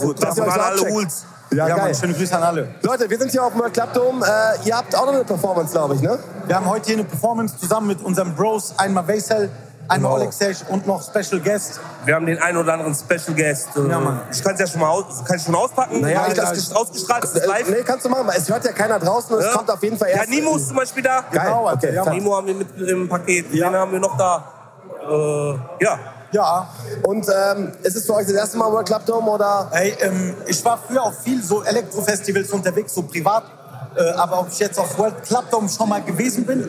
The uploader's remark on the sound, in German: Exklusive Einblicke und Interviews mit Promis, Influencern und Artists vom WINTER WORLD CLUB DOME 2024.